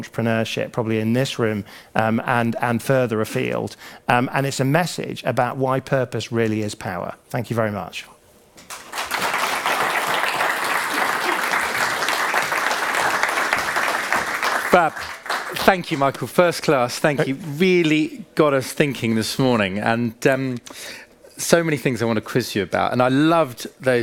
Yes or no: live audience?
yes